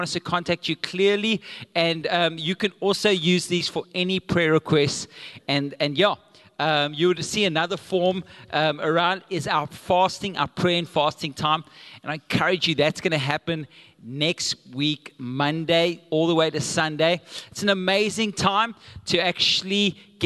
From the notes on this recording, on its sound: Recorded live on Sunday the 17th July 2022